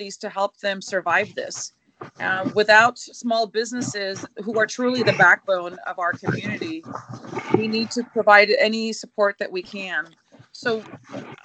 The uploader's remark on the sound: This interview was recorded via Skype and we apologize for the static and other noise interference during this remote recording.